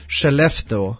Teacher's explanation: Yeah, so, but we say, we make a sh sound. So the S and the K in this case goes sh.